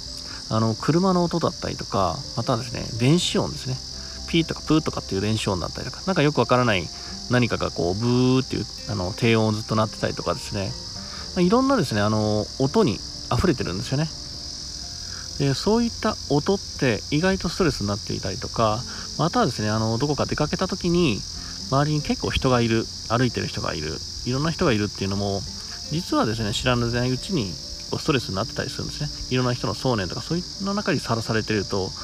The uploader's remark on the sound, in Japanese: 今回はいつもの音声収録とちょっと変えて自然の中で収録してます（セミの声がうるさいけど）。